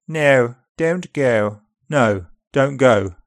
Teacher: Upper RP starts to the front.